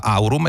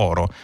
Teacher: E passando dal latino il dittongo AU è diventato O. Per esempio da aurum è diventato oro. · Term: il dittongo si è monotongato